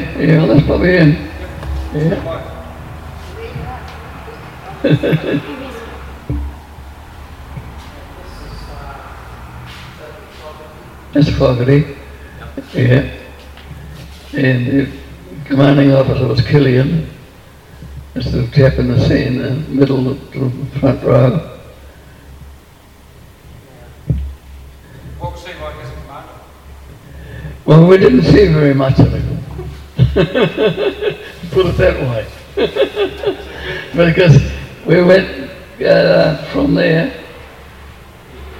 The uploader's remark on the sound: WONZ Christmas Party. Talks to a live audience.